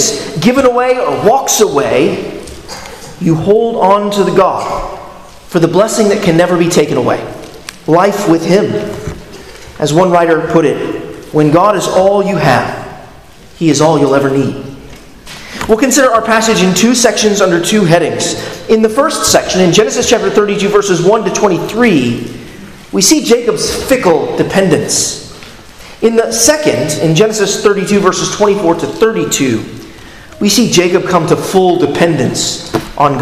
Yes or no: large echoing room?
yes